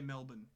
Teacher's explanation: round off vowels to the point where you can no longer determine how the word is spelt